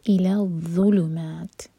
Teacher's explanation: تا پر ہمس کر کے رکیں گے اور میں ہم چار حرکہ لمبا کریں گے، مد عارض سکون ہے.